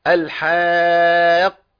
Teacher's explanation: فالحا ادي الف مديه، وبعديها قاف مشدده